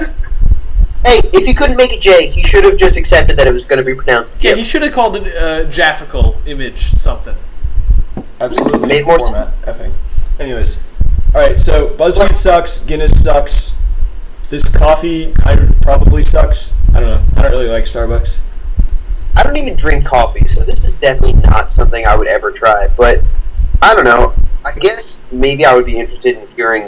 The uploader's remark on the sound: we recorded in a windstorm apparently.